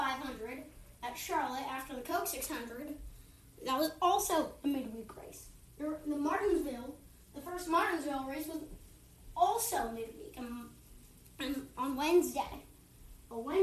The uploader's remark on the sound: This took 3 tries do to a tv malfunction with its noise level which was a bit uncomfortable.